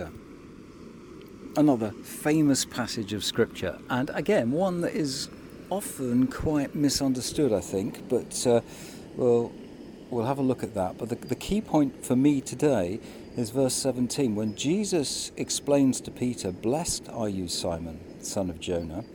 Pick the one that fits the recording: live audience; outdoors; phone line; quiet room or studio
outdoors